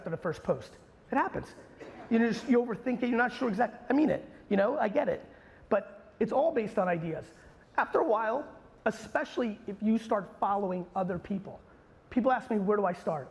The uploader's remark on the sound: a recent keynote I gave in Naples, Florida at Hall of Aime